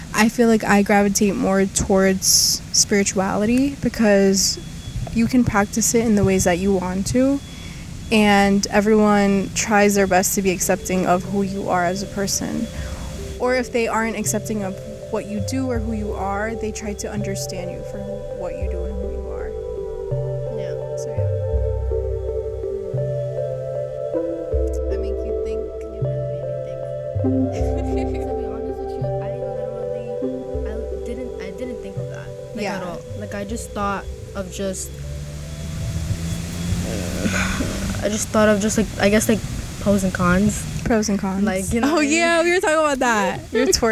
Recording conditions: wind noise